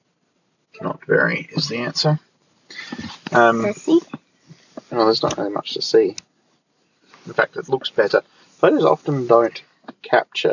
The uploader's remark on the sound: The sound isn't great because we're sitting in Daddy's car, and the birds get very loud about half way in.